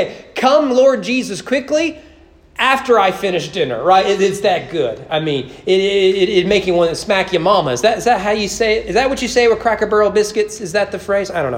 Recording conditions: large echoing room